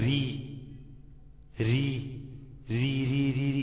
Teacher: اللسان مستفل، منطقة أقصى لسان مستفل · Term: الراء المرققة